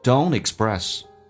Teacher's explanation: 可以把 t 跟 d 去掉，用 n 跟后面的元音形成个连音